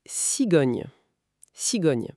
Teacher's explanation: la technique demande d'aplatir toute la surface de la langue contre le palais, comme une ventouse, pendant que l'air est dévié par le nez. C'est un son mouillé, très particulier. · Term: son nye